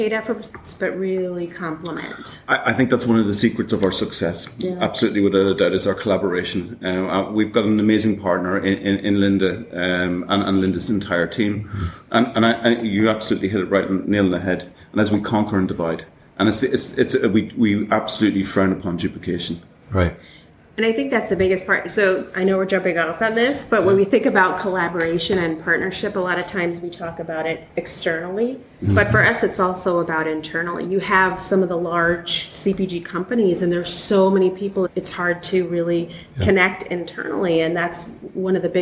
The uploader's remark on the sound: Live From Packaging Europe.